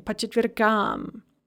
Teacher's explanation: Note that chitvirk is actually end-stressed, so as soon as we add an ending, like am, the stress is going to shift on to that ending.